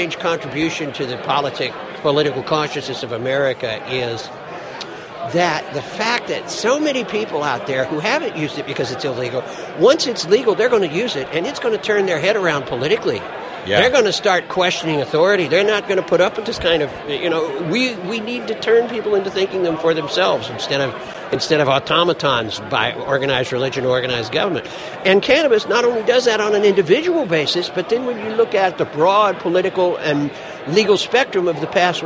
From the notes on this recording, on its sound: Interviews from the floor of the Oregon Marijuana Business Conference in Eugene, Oregon